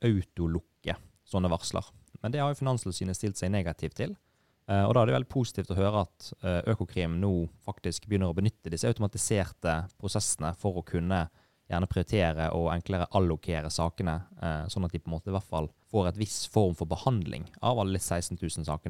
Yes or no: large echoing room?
no